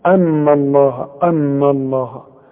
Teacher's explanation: رقق النون وفخم لفظ الجلالة · Term: لفظ الجلالة مفخم